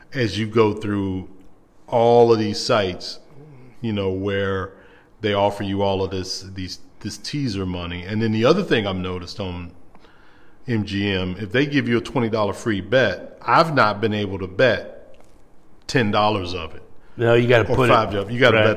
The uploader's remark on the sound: Live from Great American Ballpark